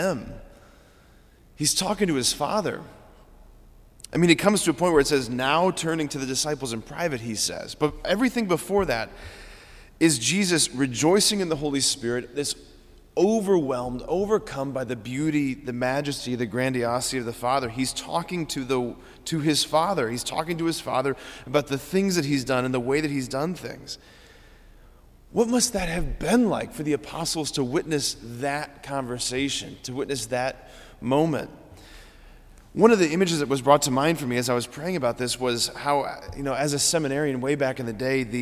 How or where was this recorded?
large echoing room